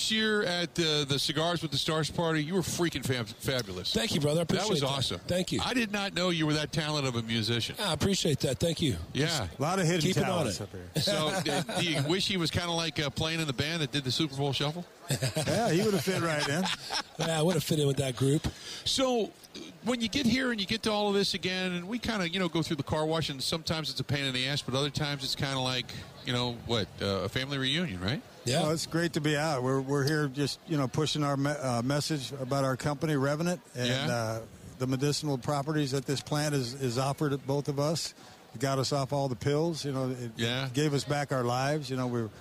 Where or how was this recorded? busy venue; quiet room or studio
busy venue